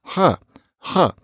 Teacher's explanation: Sometimes, if you haven't got your R yet, the substitution that you make is that you rub your throat against what's below it, and you do it back behind where your soft palate is